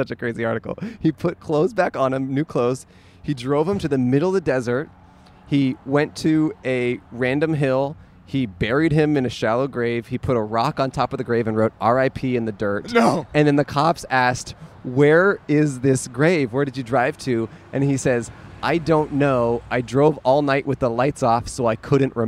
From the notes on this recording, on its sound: Recorded on Colorado Blvd in Pasadena, CA.